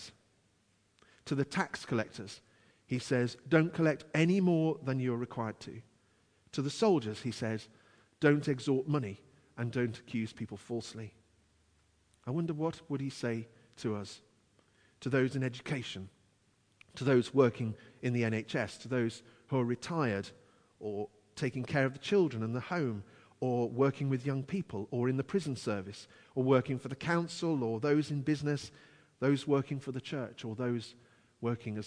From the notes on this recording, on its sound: Christ Church, Bayston Hill (UK).